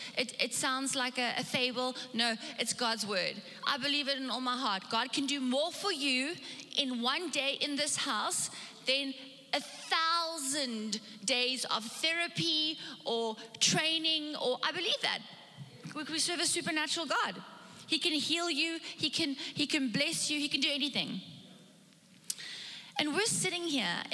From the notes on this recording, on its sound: Recorded live on Sunday the 7th November 2021